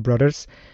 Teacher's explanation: He says a D instead of a voiced TH.